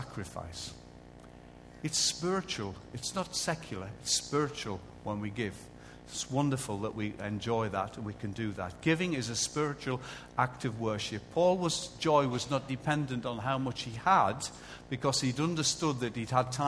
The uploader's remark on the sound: Recorded live at Life Church